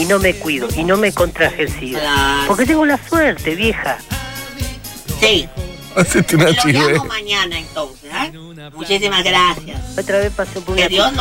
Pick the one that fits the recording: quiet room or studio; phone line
phone line